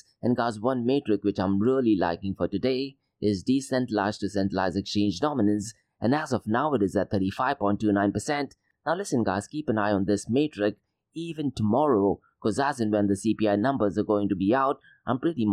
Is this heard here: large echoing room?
no